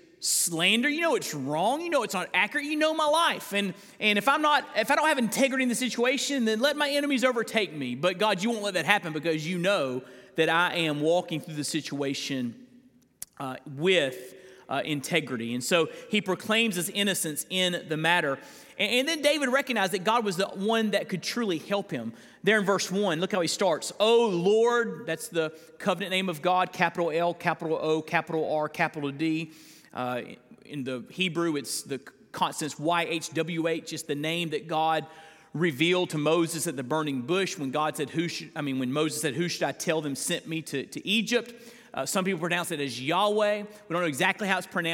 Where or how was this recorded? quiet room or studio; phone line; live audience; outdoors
live audience